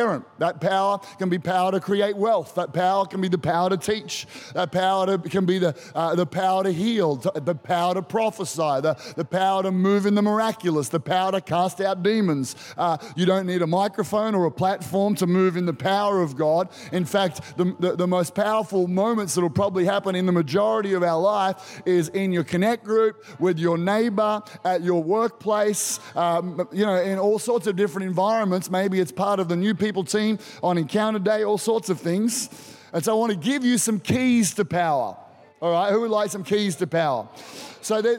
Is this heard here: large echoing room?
yes